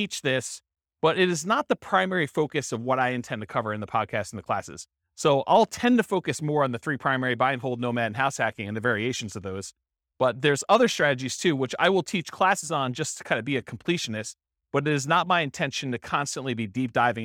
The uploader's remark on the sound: This was a live class recorded